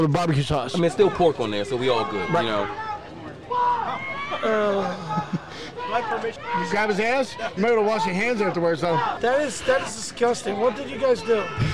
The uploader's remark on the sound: at a live event